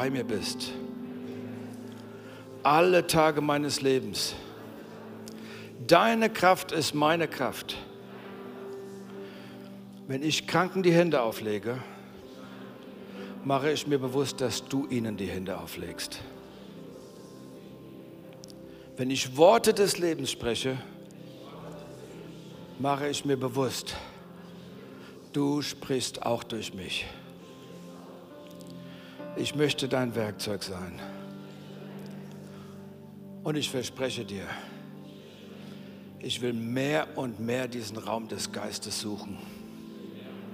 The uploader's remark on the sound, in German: aus unserem Gottesdienst